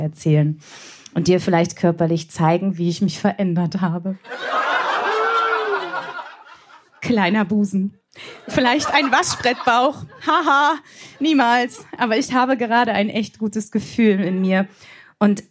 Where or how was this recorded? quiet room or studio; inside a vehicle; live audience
live audience